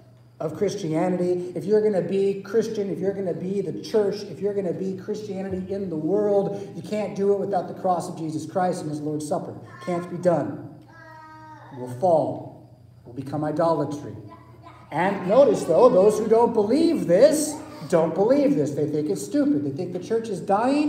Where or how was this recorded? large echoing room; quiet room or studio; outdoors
large echoing room